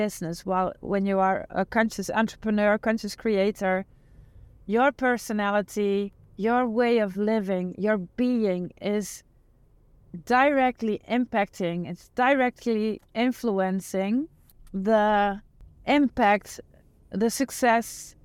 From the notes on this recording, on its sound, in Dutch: de audio die ik onlangs spontaan en in het Engels opnam tijdens een autoritje